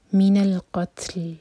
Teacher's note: لام پر سکون، جھٹکا نہیں آئے گا کسی پر بھی، نہ تَعْبَرْ نہ لام پر.